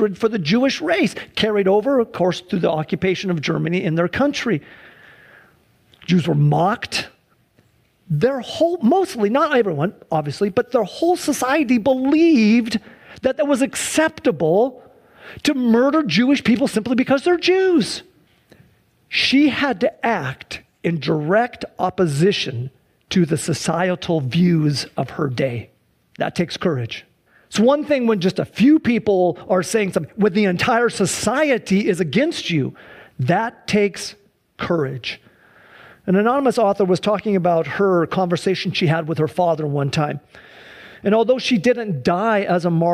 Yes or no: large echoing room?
yes